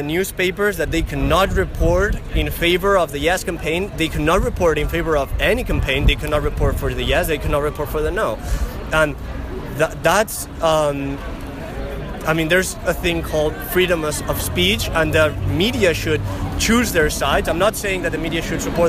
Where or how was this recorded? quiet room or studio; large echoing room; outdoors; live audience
outdoors